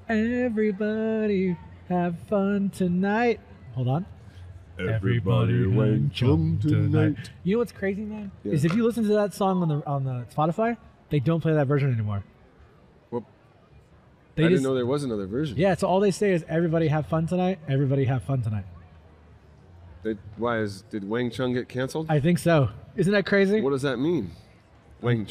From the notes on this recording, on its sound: “Live” from Fan Expo Portland!